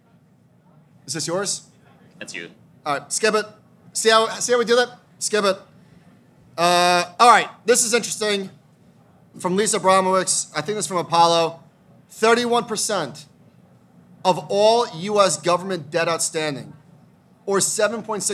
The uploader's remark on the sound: are live at Future Proof!